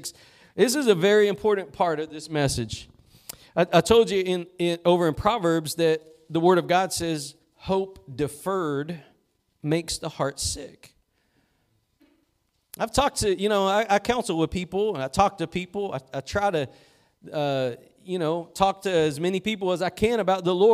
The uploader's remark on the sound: Preached at Gospel Lighthouse in Bossier City, La.